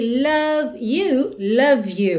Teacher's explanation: Lembra que o é final de love, não é pronunciado, então você já junta o V no you.